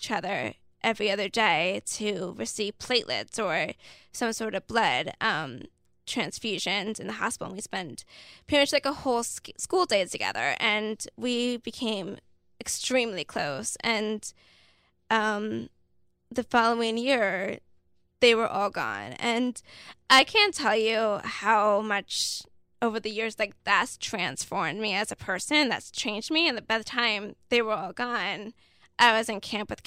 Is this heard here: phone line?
no